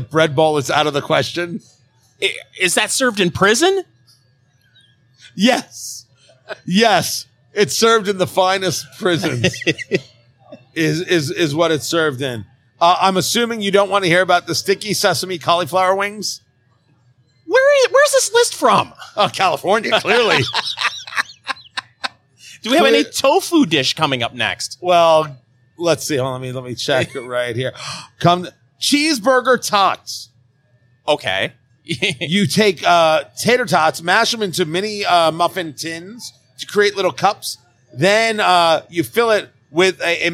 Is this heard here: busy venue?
yes